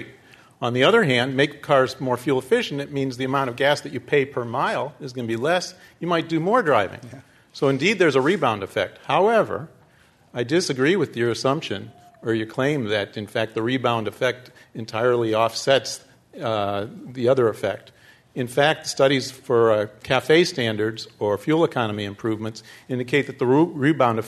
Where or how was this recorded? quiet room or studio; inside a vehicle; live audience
live audience